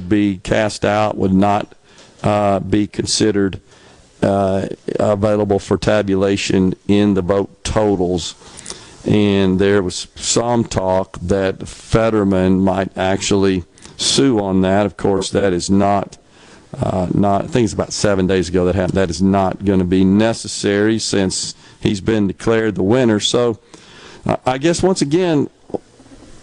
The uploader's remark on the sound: LIVE from The Mississippi Armed Forces Museum at Camp Shelby